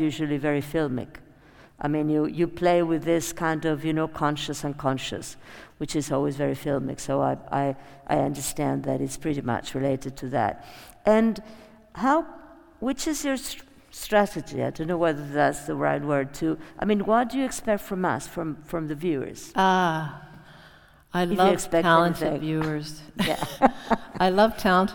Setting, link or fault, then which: setting, live audience